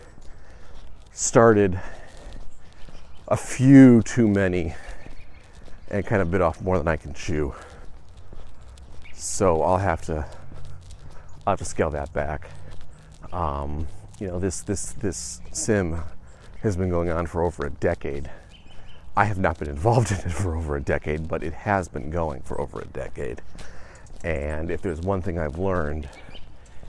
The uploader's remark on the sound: The walk and talk returns